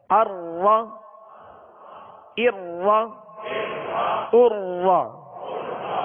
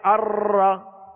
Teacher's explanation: را میں ہلکی سی کپ کپاہٹ ہوگی، اور اس کو اتنا بھی تکرار اس میں نہ ہو کہ جیسے را کے ایک را کی جگہ کئی را پیدا ہو جائیں · Shown in: first take · تو ایک تو مکمل تکرار سے بچیں کہ ایک را کی جگہ کئی را پیدا ہوں، اور اس بات سے بچیں کہ بغیر کپ کپی کے بھی ادا نہ ہو، بلکہ اس میں ہلکی سی کپ کپاہٹ ہوگی، ہلکا سا تکرار ہوگا، یعنی تکرار کی مشابہت اختیار کریں گے. · Term: مشابہت تکرار